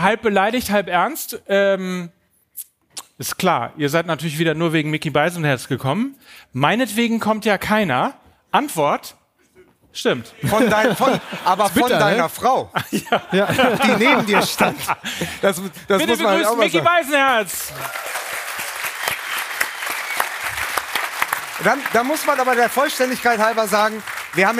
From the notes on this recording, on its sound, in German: Unser Live-Auftritt. Aus dem Deutschen Fußballmuseum in Dortmund.